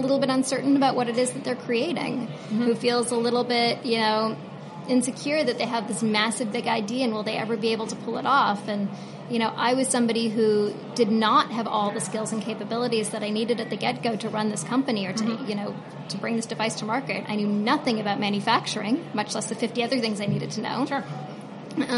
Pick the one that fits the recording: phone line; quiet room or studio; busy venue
busy venue